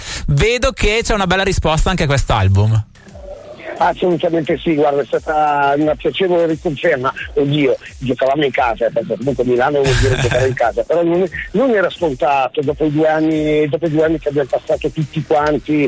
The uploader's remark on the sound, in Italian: Al telefono con noi